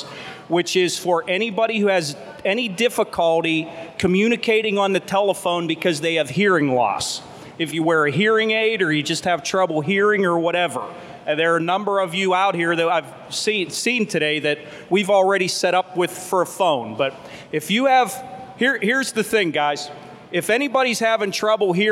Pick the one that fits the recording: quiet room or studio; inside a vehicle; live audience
live audience